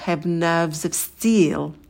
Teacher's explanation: И потом мы соединяем слова nerves steel. Звук «в» вообще может пропасть у нас, потому что на стыке очень много согласных, поэтому будет звучать как have nerves of steel.